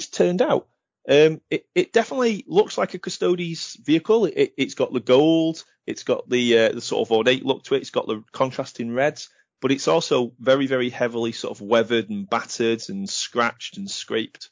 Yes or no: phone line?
no